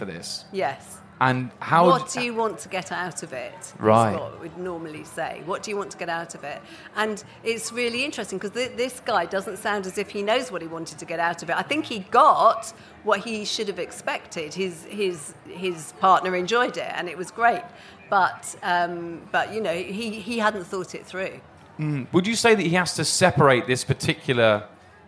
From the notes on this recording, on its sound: (Live at Latitude 2022). Their first ever live recording of the podcast that they performed at Latitude 2022.